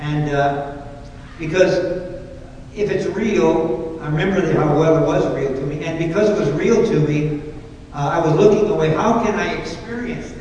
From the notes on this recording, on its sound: Unfortunately we experienced technical difficulties during this session which resulted in a poor quality recording.